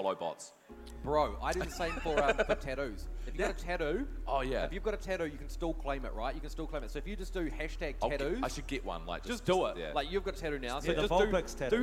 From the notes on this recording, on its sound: Trip to Wellington Armageddon. On the Omen Stage in front of a LIVE AUDIENCE.